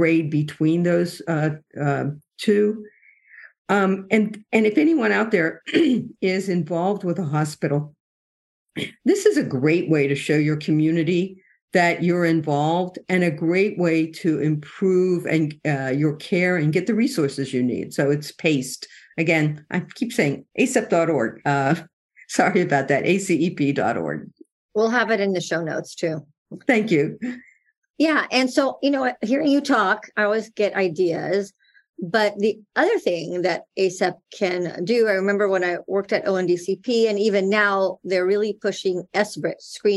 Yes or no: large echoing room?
no